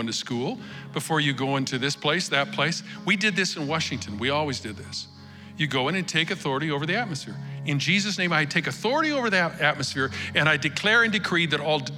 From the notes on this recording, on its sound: Recorded live at Capital Church in Meridian, Idaho